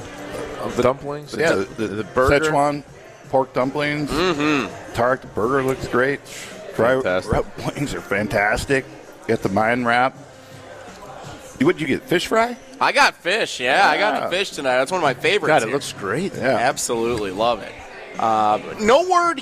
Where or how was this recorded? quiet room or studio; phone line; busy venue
busy venue